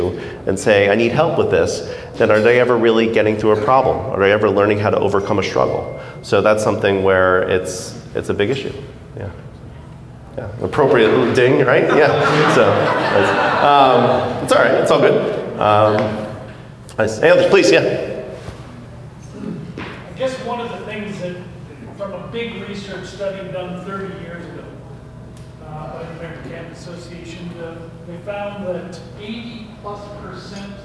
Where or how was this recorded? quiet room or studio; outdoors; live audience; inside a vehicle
live audience